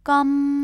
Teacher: 우리나라 말 어와 비슷한데요. 길고 높게 발음해 주시면 됩니다